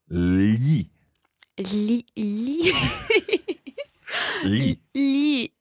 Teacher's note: imagine the letter L and then the letter Y and then the vowel that follows, in this case, E.